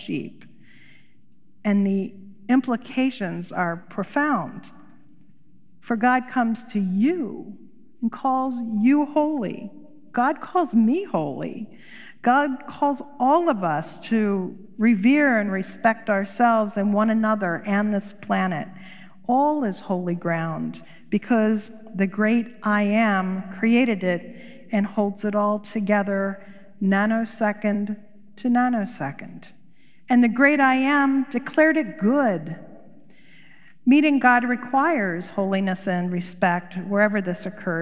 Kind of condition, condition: setting, large echoing room